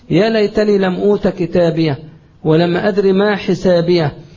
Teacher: لو بتقرأ في درس أو ما شابه ذلك وجاءت هاء سكت، إذا وقفت عليها بتظهر هاء السكت، إذا وصلت كأنها غير موجودة